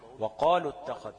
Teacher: يبقى انا هتخلص من التقاء الساكنين هنا بايه؟ باسقاط الواو، اسقاط حرف المد. يبقى اقول وقالوا اتخذ، اخطف ليه؟